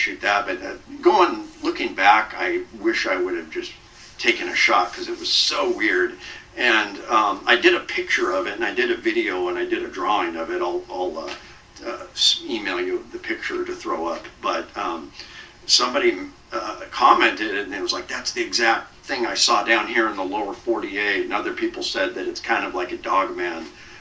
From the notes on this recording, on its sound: AUDIO QUALITY WARNING: Not the best audio.